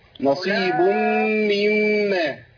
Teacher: خد بالك من الميمين المشددتين اللي ورا بعض